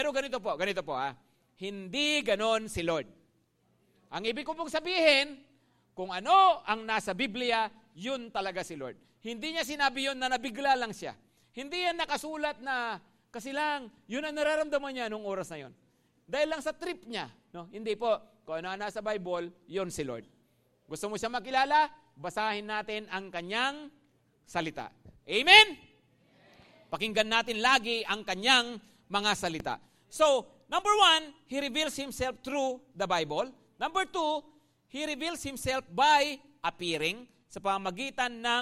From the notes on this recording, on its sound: at Grace Testament Church's 5:00pm service